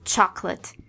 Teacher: Aquele O do, do meio do chocolate é um schwa.